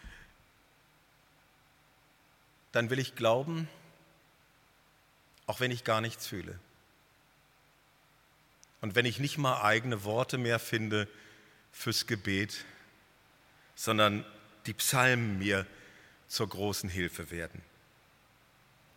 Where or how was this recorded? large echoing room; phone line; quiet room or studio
large echoing room